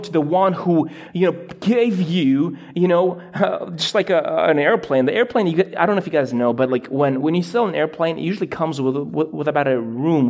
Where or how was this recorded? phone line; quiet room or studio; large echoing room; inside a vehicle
large echoing room